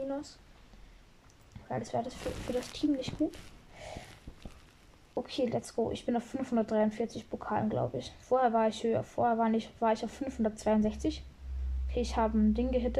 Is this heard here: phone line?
no